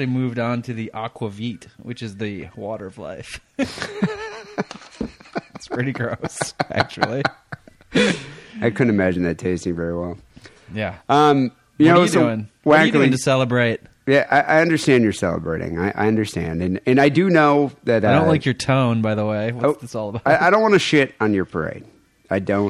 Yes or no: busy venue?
no